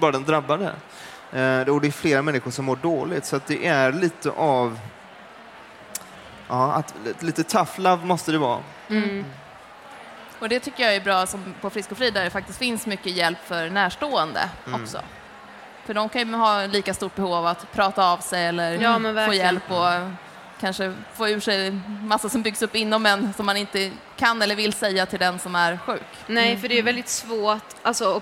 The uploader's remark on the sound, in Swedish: Det här är en livepodd som vi gjorde den 26/11 under "Allt för hälsan". Tack till er som kom och lyssnade.